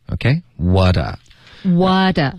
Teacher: What、okay?a，我们会连读，然后把 t 浊化，然后就变成 whata